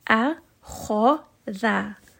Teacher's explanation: So hamza is going to remain light, kha is going to be heavy, and that is also going to remain light.